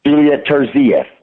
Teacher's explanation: The stress on the second syllable.